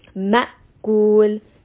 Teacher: You want a very abrupt stopping to the sound, like almost of a jerking sound. Ma'kul. You can hear that sound has completely stopped, and this is why it's important to add shidda to this letter. · Term: Hamza